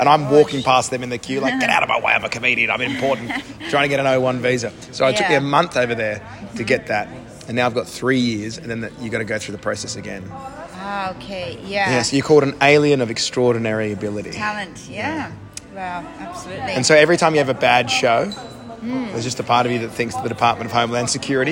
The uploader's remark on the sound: Recorded live at the EDINBURGH FESTIVAL, at The Waldorf Astoria, Scotland.